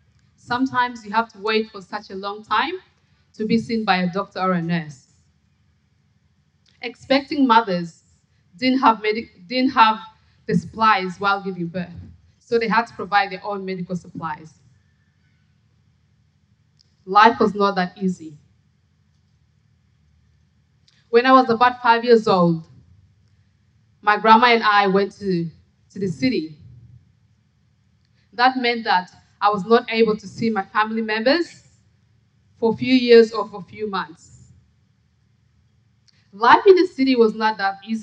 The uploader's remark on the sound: SPUN: True Stories Told in the Territory is a live storytelling event. Popping up at different venues across Darwin. Told at our event at Darwin Festival.